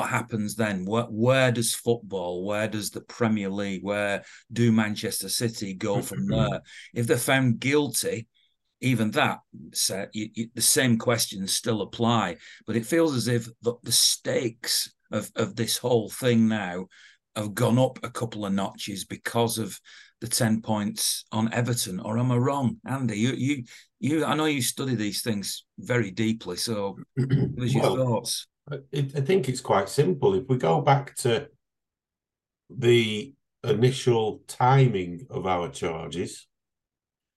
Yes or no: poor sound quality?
no